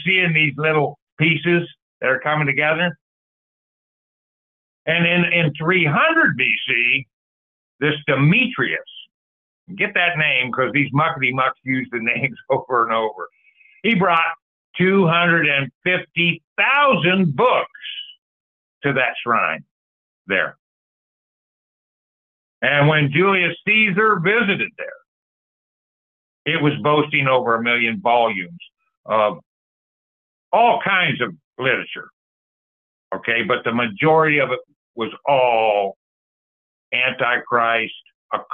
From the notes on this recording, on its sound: Call In Bible Study